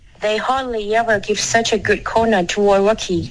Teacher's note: good 结尾的停顿，你用了一个喉音停顿